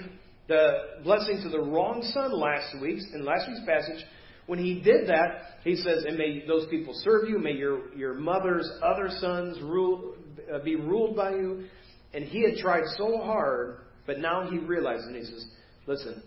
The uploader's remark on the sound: Preached at First Baptist Church of Hazel Park